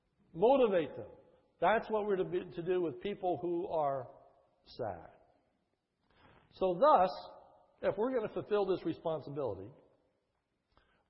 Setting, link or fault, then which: setting, large echoing room